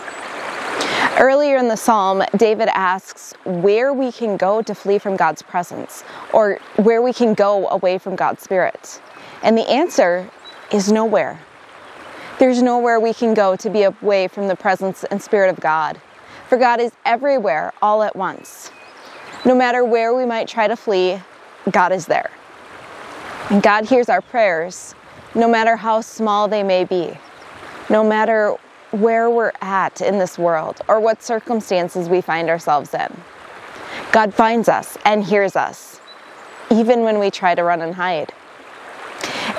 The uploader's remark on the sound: Enjoying some time at Itasca State Park last weekend when she recorded this message.